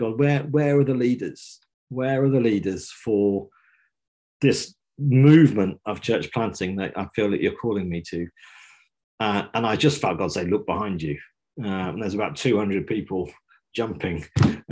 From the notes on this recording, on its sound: This week we're bringing you a live episode from a recent online training session.